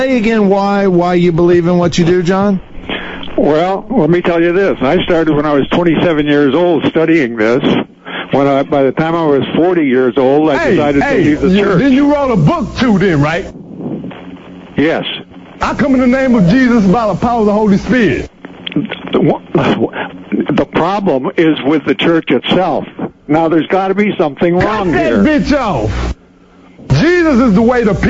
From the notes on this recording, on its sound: Prank Phone Calls.